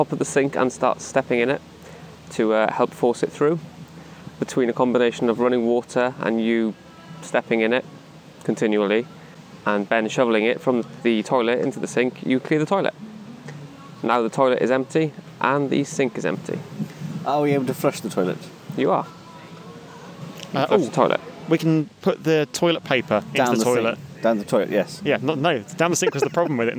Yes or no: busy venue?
yes